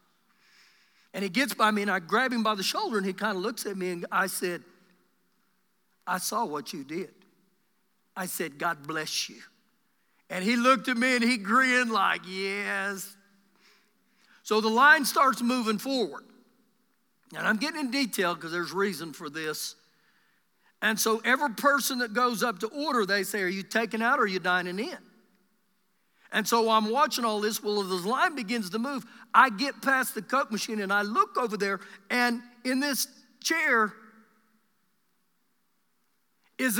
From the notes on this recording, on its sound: Recorded live during our Sunday morning service